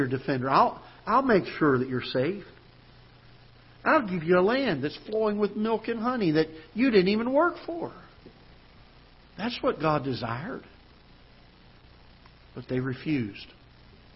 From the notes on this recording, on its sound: Ketha Heights Baptist Church ~ Live Broadcast.